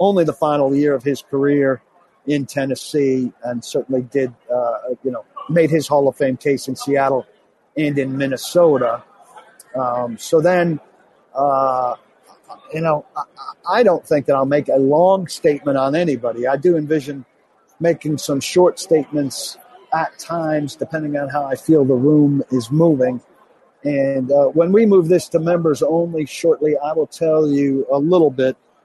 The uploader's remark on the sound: Live from Radio Row in Minneapolis - site of Super Bowl LII.